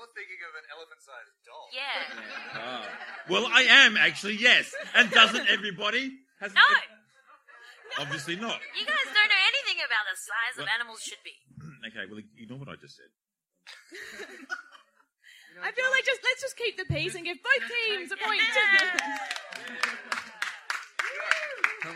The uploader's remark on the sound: Live at the Adelaide Fringe.